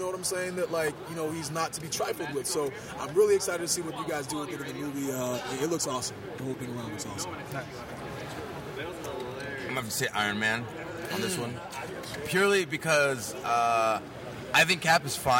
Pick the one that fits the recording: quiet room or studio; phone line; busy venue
busy venue